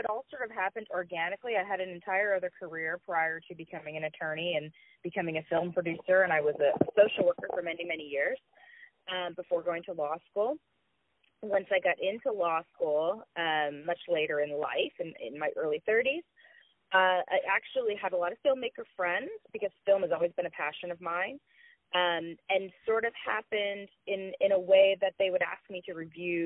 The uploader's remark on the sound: On the phone